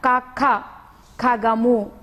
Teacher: మనం మహాప్రాణాక్షరాన్ని కొంచెం స్ట్రెస్ చేస్తున్నాం మరీ ఎక్కువ స్ట్రెస్ చేయకుండా · Term: మహాప్రాణాక్షరాలు